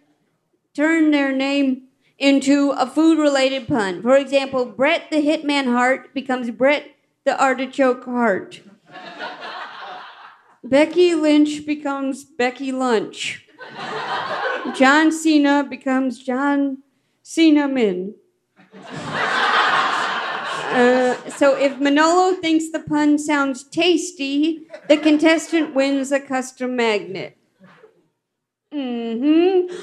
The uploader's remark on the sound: LIVE from Housing Works Bookstore in New York City.